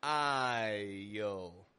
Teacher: we can use the glide, the second part of the diphthong, the y in this case, to link our vowel sounds together.